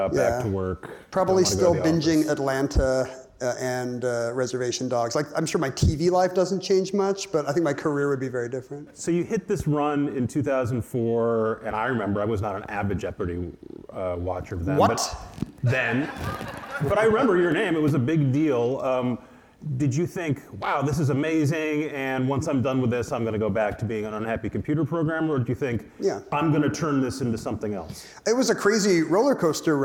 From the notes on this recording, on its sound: from the 2023 Crosscut Ideas Festival